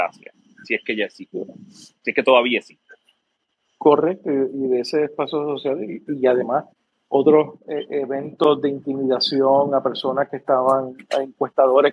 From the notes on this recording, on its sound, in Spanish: Twitter Space grabado el martes, 4 de octubre de 2022